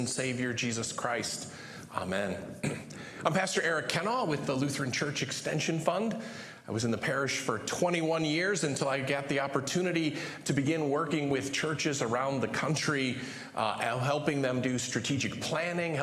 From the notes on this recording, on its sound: Live from our Celebration Ministry Center